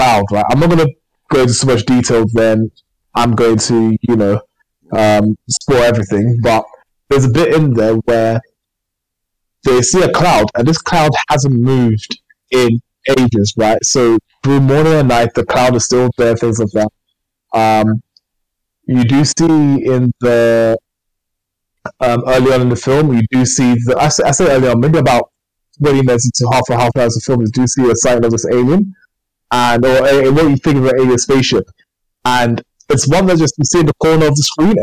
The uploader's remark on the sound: apologies for the awful sound quality